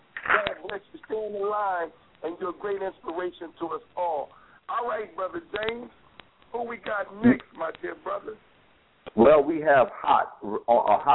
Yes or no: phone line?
yes